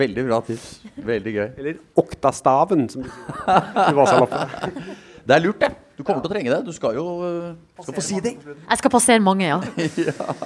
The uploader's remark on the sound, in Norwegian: Holmenkollmarsjen live fra Kikutstua. Spilt inn live på Kikutstua.